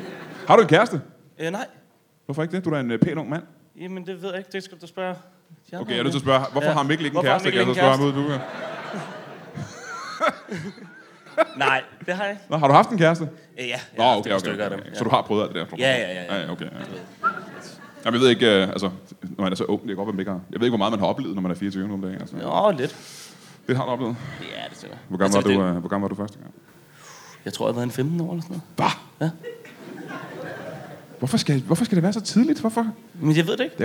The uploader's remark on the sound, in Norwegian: LIVE fra Comedy Zoo